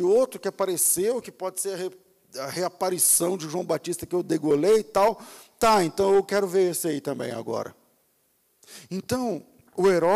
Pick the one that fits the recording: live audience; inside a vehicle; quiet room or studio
live audience